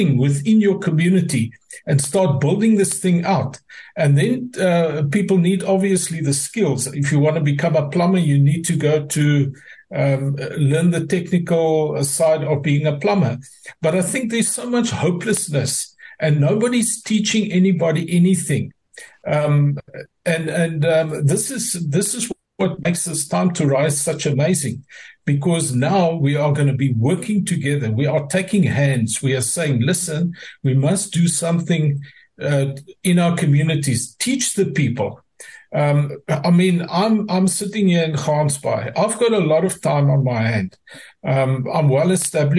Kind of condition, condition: link, video call